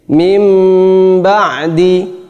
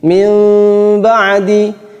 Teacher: Cara yang pertama bacanya adalah dengan menempelkan bibir dengan bibir, mim ba'di, akan tetapi biduni kaz, tidak dengan menempelkan secara kuat, bukan mim ba'di, tapi cukup mim ba'di, biasa nempel tapi biasa, tidak ada tekanan terlalu kuat. · Term: itbaq asyafatain